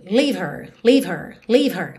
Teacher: Dependendo aí da ligação com a palavra anterior, que esse H, que esse som h, h, não apareça. Porque ele é um som muito fraquinho. Então, mesmo que eu quisesse fazê-lo, leave her, leave her, leave her, percebe que ele fica bem sutil.